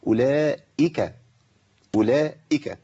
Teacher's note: خد بالك من الهمزه المكسوره لابد من تحقيقها بدون مبالغه